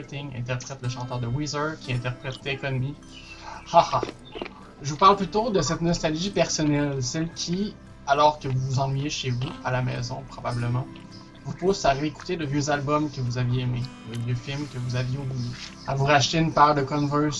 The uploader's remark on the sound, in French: Enregistré sur appel vocal Facebook